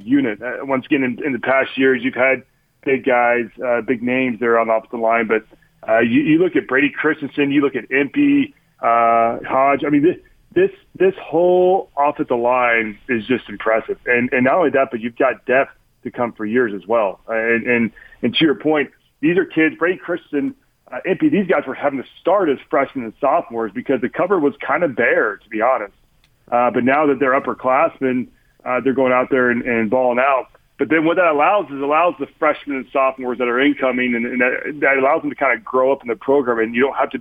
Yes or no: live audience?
no